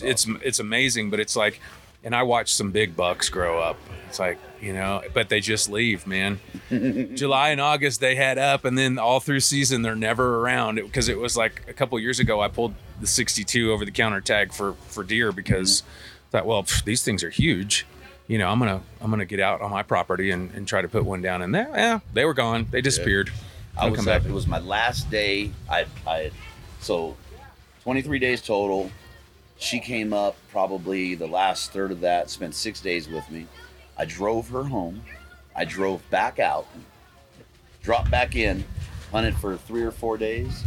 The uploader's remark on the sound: Live from Mountain Archery Fest